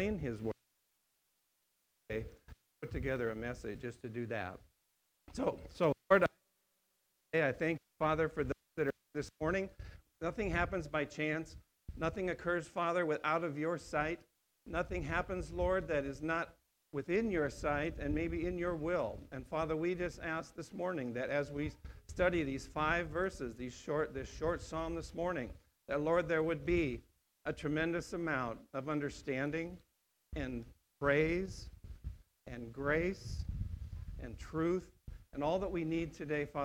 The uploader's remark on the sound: on August 9th, 2020 at The Well, an Acts 29 and Converge Heartland Church in Hastings, NE